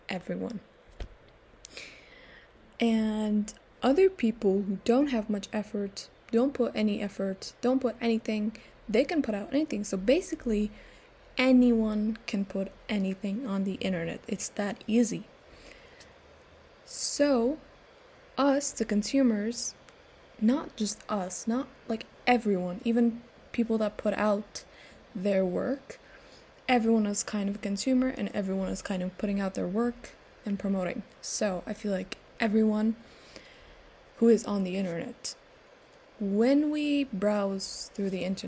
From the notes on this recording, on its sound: please ignore the background noises